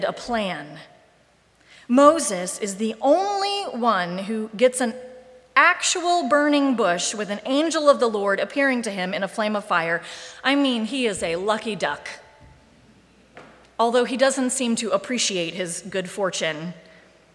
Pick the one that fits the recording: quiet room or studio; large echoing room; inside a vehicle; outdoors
large echoing room